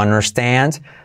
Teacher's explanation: La D casi no se dice de understand, sino understand.